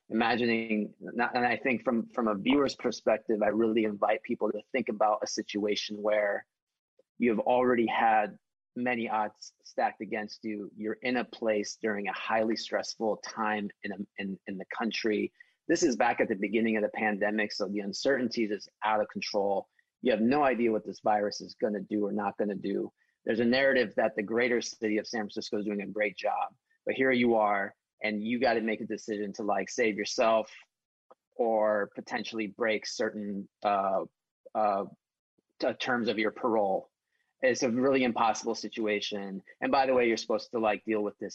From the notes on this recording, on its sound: This program was recorded via video conference on April 23rd, 2021 by the Commonwealth Club of California.